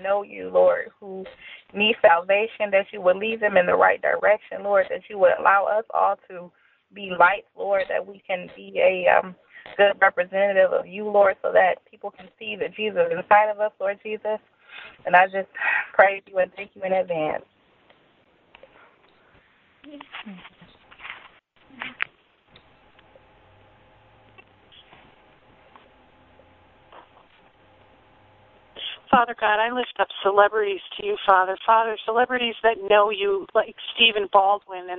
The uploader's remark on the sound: We opened up our Conference Call line for anyone to pray. The hour was filled with many people uplifting prayers.